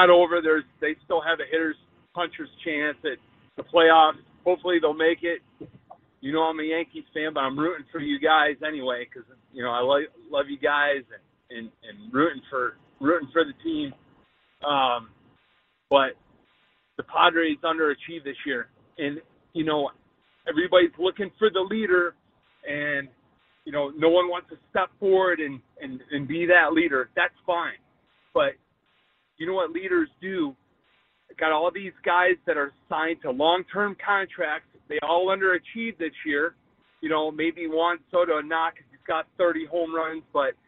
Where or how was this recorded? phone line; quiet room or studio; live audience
phone line